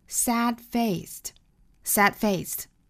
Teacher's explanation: Sad-faced 这个单词，我们看 sad 这个的呢，我们不能够把它爆破出来，不能读成 sad-faced，而是 sad-faced。Sad-faced 这属于单词内部的一个不完全爆破。我们也可以把它理解成为就是失去爆破的发法，也就是不爆破出来，只摆出它的口型就可以了